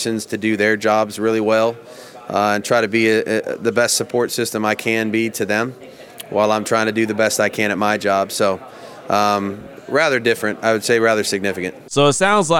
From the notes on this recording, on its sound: Talk in great length at the Combine. Plenty of sound from the Scouting Combine on Wednesday when both GM and HC talked to the media in great length. Your calls and text will close out the show.